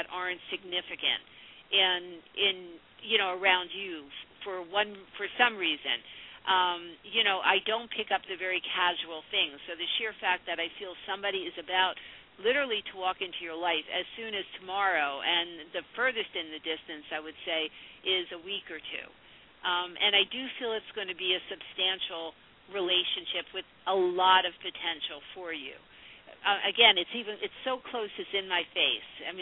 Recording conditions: phone line